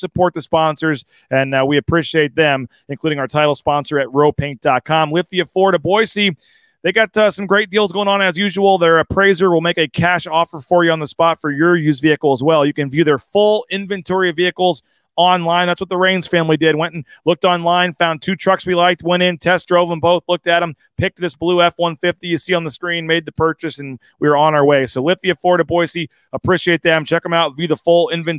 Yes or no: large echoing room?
no